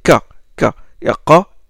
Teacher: une dorsovélaire, il touche le voile du palais